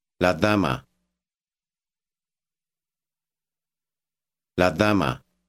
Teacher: Notice that the softness of the D is like our TH.